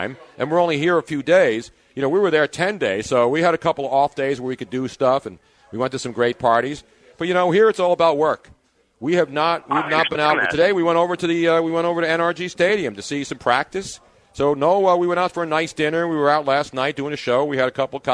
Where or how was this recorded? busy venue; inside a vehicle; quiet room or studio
busy venue